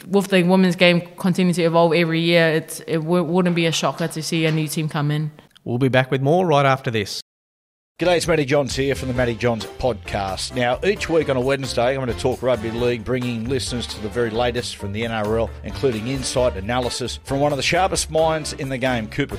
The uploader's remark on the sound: live from the Fox League launch at Commbank Stadium